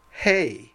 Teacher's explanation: Notice the rough breathing. The feminine is pronounced hey. Again, with the rough breathing.